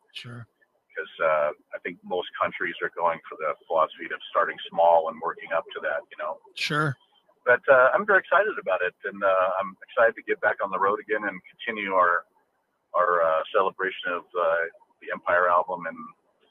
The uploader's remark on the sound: called